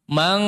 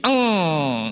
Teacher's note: Kalau eng itu cenderung dia mengalirkan seluruh suaranya lewat hidung, khayshum. Mang, jadi mulut ditutup pun masih eng bunyinya, mang, itu eng.